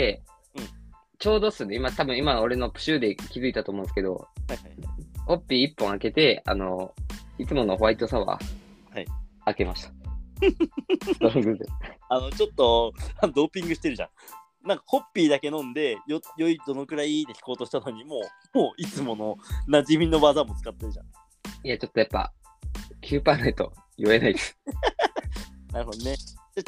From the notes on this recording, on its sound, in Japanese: リモート収録2022.04.20